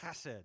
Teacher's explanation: You have to kind of get a little guttural sound in your throat to pronounce it right